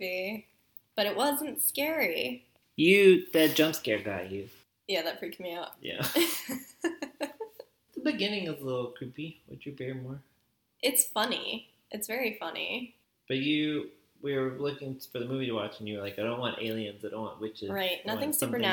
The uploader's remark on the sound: For our first episode, the audio isn't great, and there's way too much mumbling, but we're still learning.